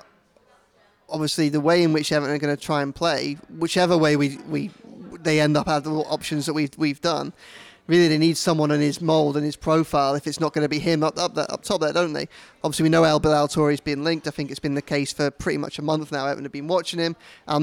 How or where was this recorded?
busy venue